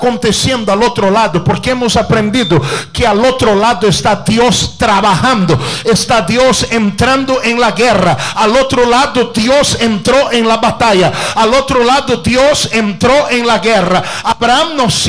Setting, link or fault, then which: setting, large echoing room